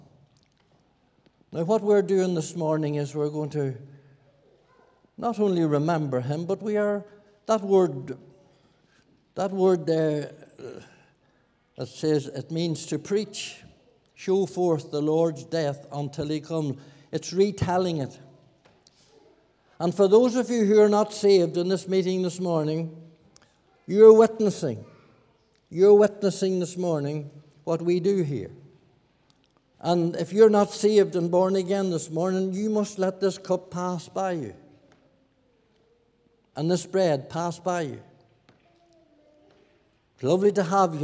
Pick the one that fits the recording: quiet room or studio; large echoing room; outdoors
large echoing room